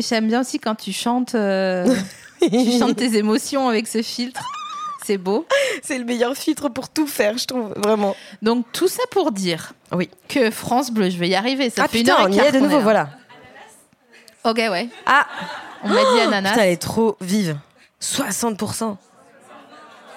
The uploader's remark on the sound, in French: Cet épisode a été enregistré le 6 juillet 2019 à La Nouvelle Seine (3 Quai de Montebello, Paris 5e).